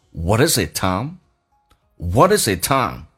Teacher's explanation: What is it, Tom?那是什么？这边有连音 what isit，最后尾音的 t 可以不用发，但气流要阻塞一下，代表去掉 t 的空间的存在。